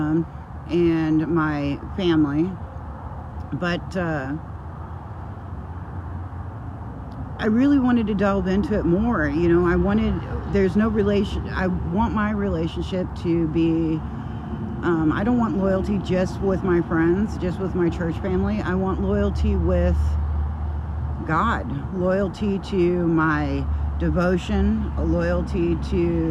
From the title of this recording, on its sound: Brown Bag In The Van